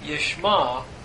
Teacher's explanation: Notice the final pothok vowel before the ayin is here because the ayin prefers a pothok before it.